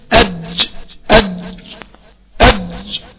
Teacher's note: الجيم من وسط اللسان، اج اج اج. وطبعا ما يطلعش فيه ابدا مع الجيم لا صوت ولا نفس